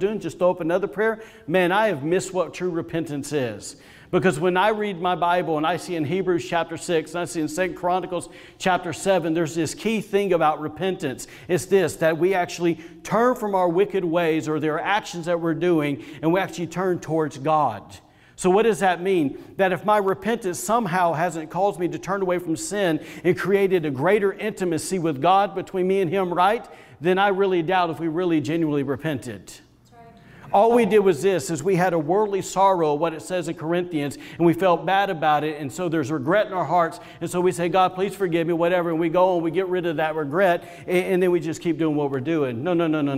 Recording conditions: live audience